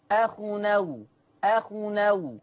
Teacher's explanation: هننقل فتحة الهمزة إلى التنوين · Term: النقل